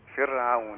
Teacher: خلي بالك من كلمة فرعون كلها رقيقة، كل الحروف فيها رقيقة، الفاء والراء والعين والواو والنون